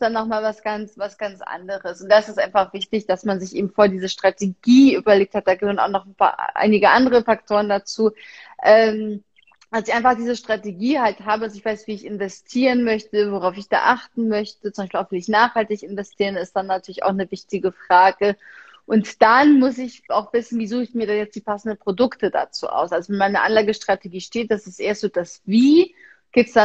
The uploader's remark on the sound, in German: Aufzeichnung des Instagram-Live